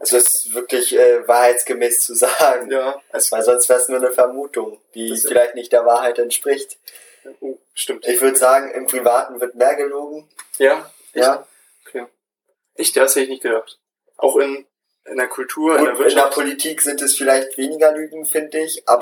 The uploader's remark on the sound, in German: Sorry für die Audioqualität in dieser Folge.